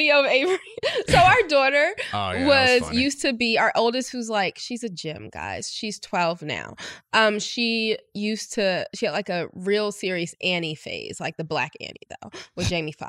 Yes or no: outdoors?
no